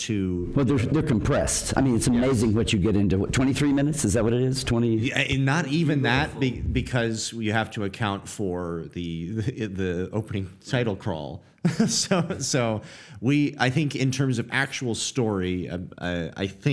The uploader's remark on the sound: Recorded live at STLV!